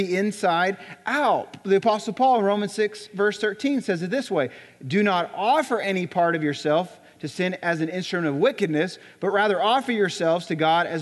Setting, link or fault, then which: setting, large echoing room